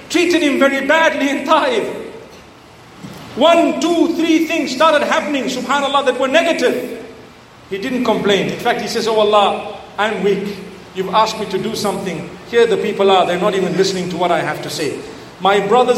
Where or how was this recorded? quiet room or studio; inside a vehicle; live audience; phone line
live audience